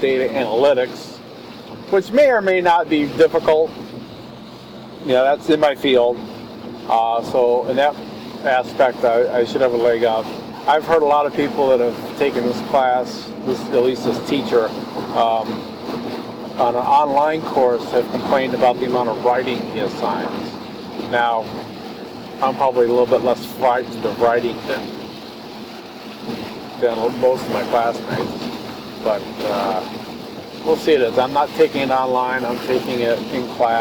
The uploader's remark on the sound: Audio quality is a bit bad for this one. In the car and raining.